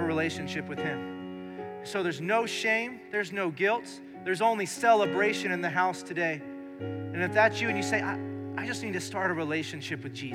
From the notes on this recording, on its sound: Recorded live during our Sunday morning service